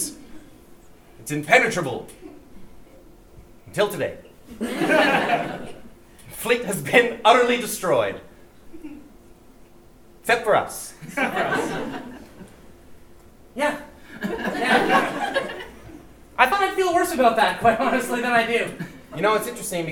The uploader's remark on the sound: live at the 2017 Edmonton Fringe Festival